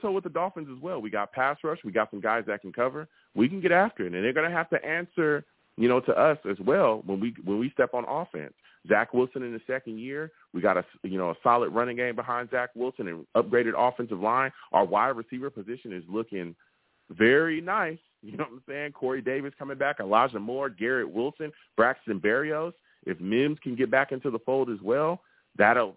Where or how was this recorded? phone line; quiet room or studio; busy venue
phone line